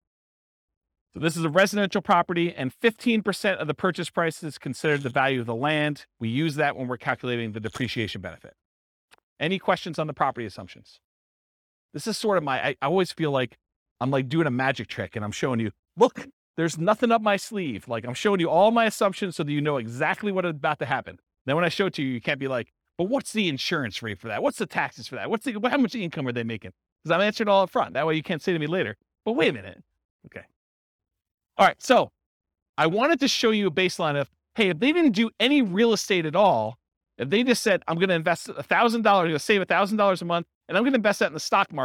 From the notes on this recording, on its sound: This was a live class recorded